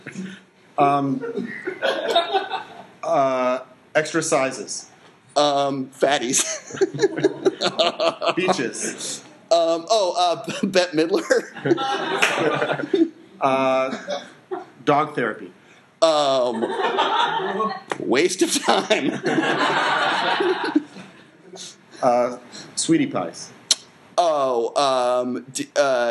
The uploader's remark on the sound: Live at the iO Theater on Clark St